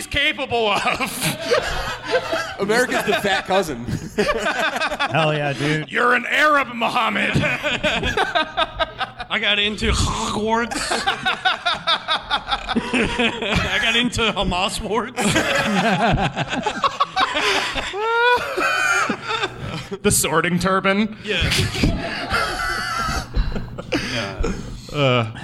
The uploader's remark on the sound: Live from the Tiny Penis